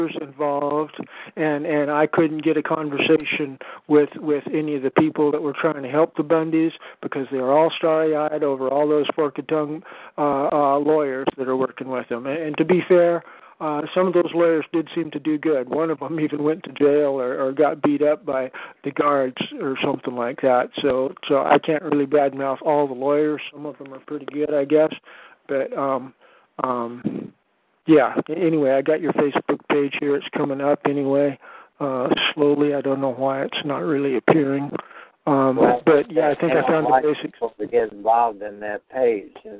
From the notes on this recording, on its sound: to join with us in this phone-conference